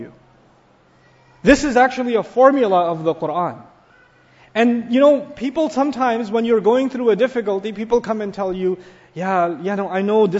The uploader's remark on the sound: Captured a packed audience at Masjidul Quds on Thursday. The popular masjid was filled to the brim as women of all ages gathered.